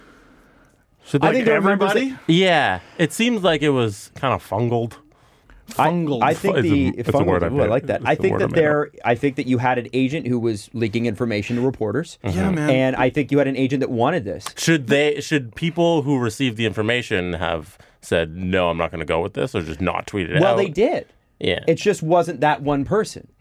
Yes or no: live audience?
no